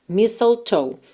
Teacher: a gente não vai pronunciar a letra T